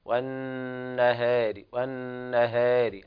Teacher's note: على رواية ورش ففيها هذه الألف تقليل باتفاق